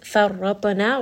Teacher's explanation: Ma farratana, ma is a two count med. Farratana, ra is going to be heavy. Ta is also going to be heavy.